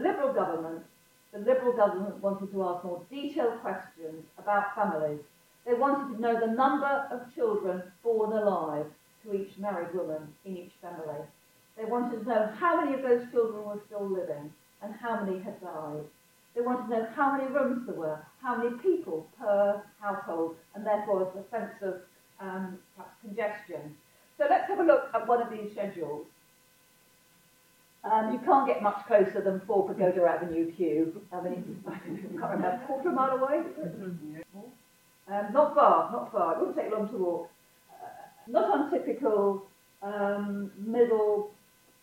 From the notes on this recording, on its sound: We apologise for the poor sound quality of this live recording. This talk was part of The National Archives' Diversity Week.